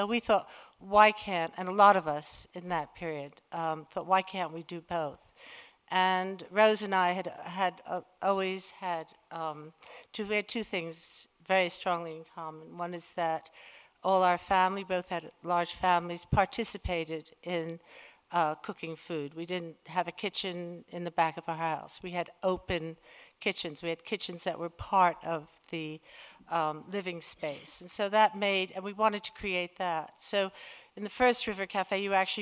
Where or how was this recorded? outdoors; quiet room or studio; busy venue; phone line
busy venue